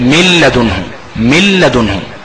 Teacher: مفيش أي أثر للنون خلاص · Term: إدغام بغير غنة